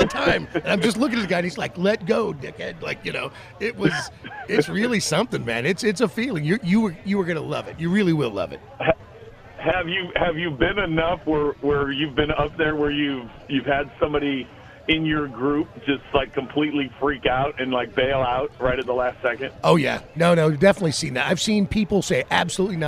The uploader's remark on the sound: LIVE FROM STURGIS